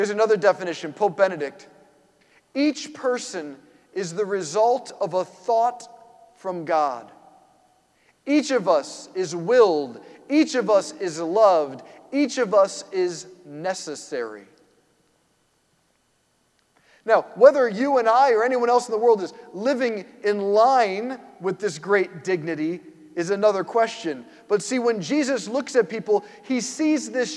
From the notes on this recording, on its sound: preached this homily on March 19, 2023 at St Basil the Great Catholic Church in Brecksville, OH.